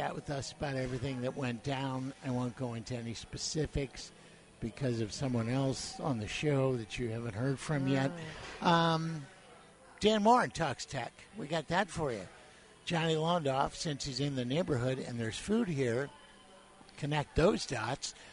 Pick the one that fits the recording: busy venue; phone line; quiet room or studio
busy venue